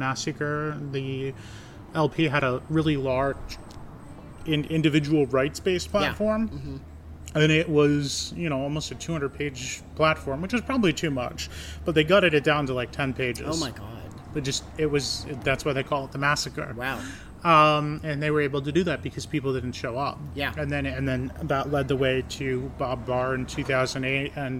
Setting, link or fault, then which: setting, outdoors